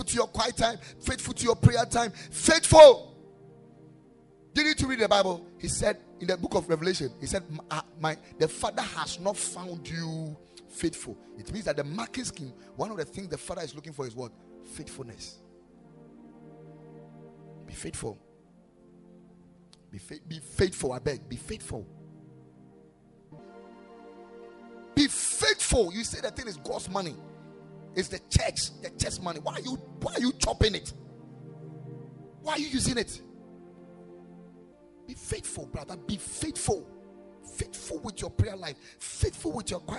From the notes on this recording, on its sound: Preached at the Ekklesia Chapel